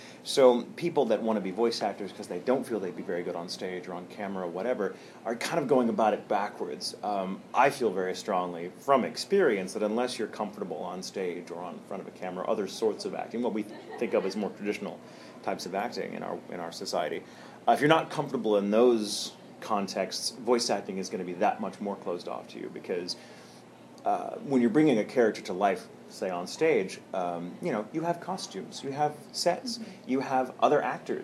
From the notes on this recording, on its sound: A-Kon 26 Interview. During A-Kon 26 in Dallas, Texas at the Hilton Anatole.